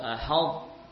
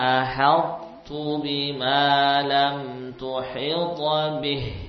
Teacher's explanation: Yani masih ada sisa sifat huruf ta. Sifat apa? Sifat tafkhim. Ya. Jadi seperti kita melafadzkan huruf ta tapi ta yang tebal, ahad. · Term: idgham naqis